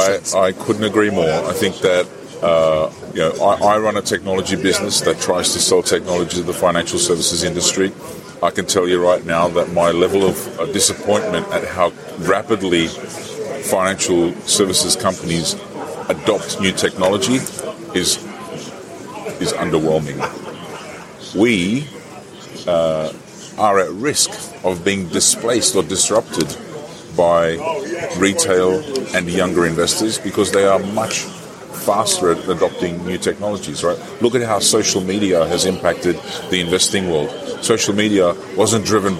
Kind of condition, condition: setting, busy venue